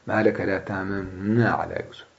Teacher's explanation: تخفى النون الأولى في النون الثانية مع الإدغام الناقص · Term: الإخفاء